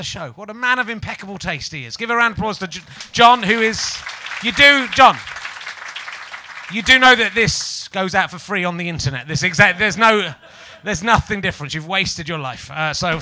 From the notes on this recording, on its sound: Edinburgh Fringe Podcast 2011. To the confusion of most of the audience who are only here to see.